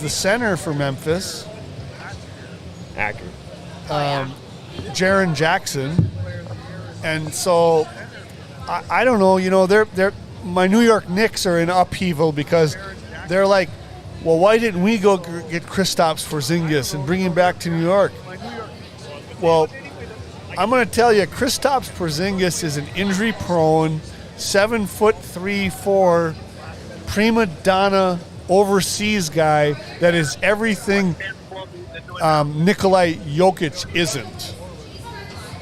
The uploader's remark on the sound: Forks Sports Highway is live from the Greater Grand Forks Fairgrounds!